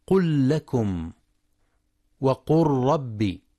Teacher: وفي فعل الأمر حكمها الإدغام إذا وقع بعدها لام أو راء، نحو قل لكم، وقل ربي. وعلة الإدغام التماثل مع اللام والتقارب مع الراء